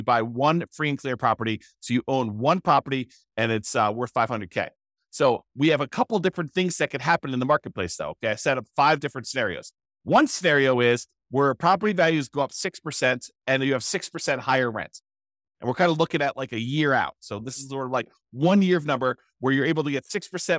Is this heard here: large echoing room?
no